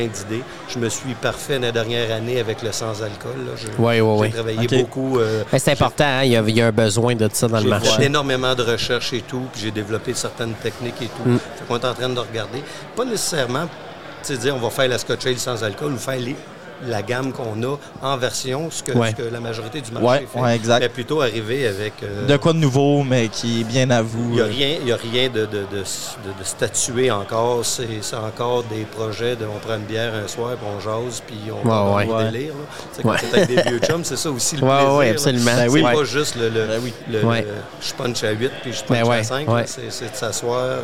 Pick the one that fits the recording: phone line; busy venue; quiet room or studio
busy venue